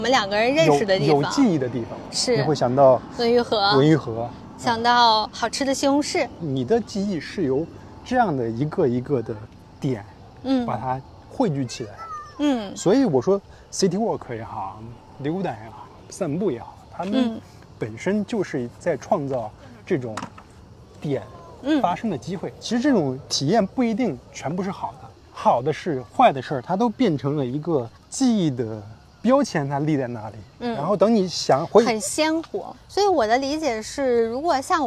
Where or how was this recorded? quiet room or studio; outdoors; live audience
outdoors